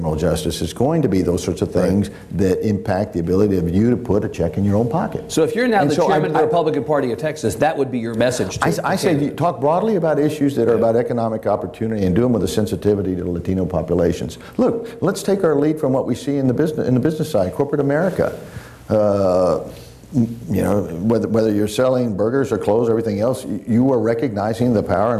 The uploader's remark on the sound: This event was recorded before a live audience in Austin.